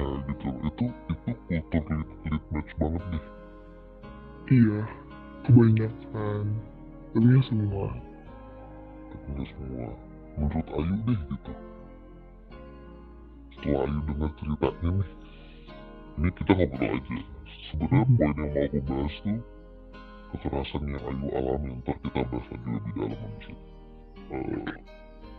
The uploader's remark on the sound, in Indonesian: Mohon maaf kalau qualitas Audionya tidak menyenangkan